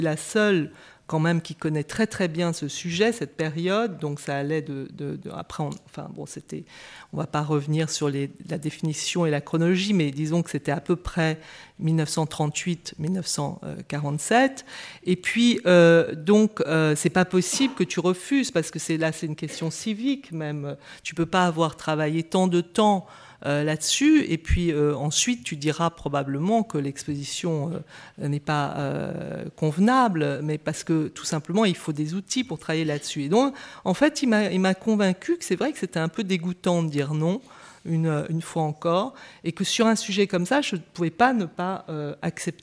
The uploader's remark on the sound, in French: Intervention enregistrée le 25 avril 2013 dans le cadre du colloque « Ce qu’expose veut dire.